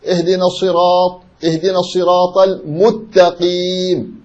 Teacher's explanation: غير محل الإدغام، المستقيم يدخل يدغم السين في التاء يقول المتقيم، ليس من محل الإدغام إدغام السين في التاء